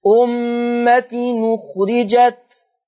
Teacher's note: هاخد الضمة اللي على الهمزة واروح بها على التنوين نون التنوين فتنطق نون مضمومة · Term: النقل